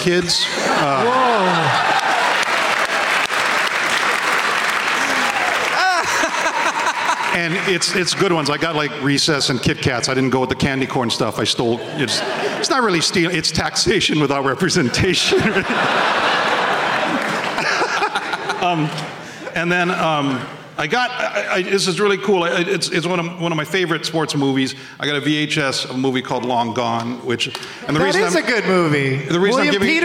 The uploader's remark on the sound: Live from The Woman's Club of Minneapolis.